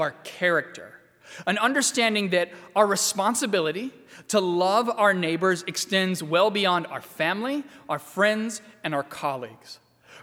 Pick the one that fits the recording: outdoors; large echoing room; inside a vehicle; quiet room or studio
large echoing room